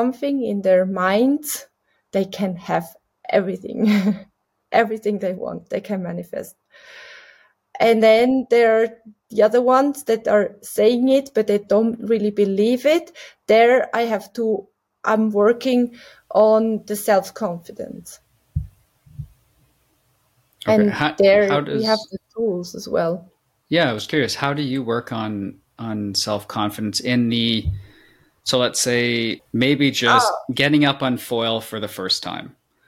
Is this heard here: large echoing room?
no